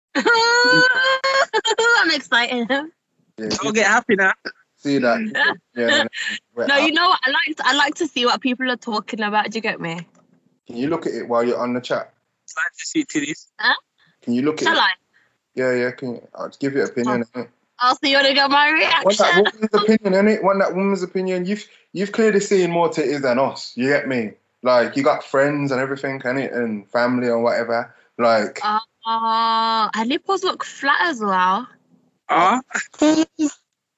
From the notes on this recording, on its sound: we recorded this episode via call